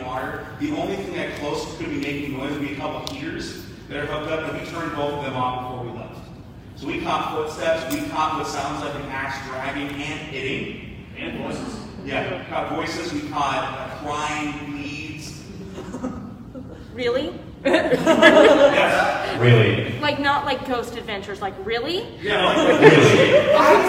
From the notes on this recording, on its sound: Here is the audio from the panel at AnimeIowa Panel.